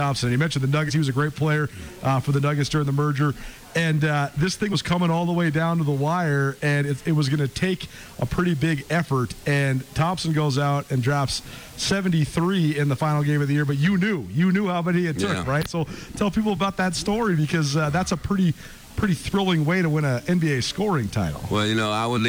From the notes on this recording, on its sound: Live at the Superstar Meet and Greet at Grey Wolf Peak Casino